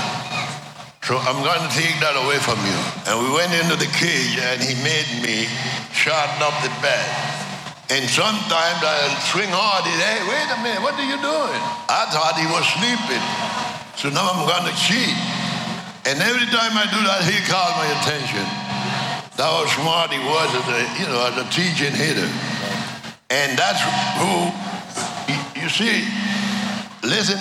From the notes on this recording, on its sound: Live From Alumni Weekend. Interviewed live at Truist Park during Alumni Weekend!